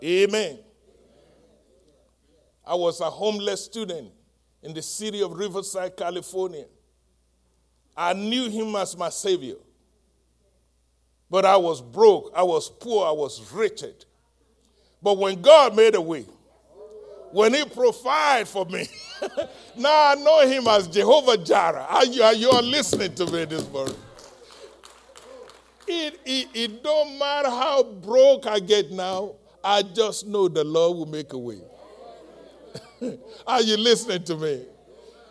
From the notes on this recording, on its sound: live-recording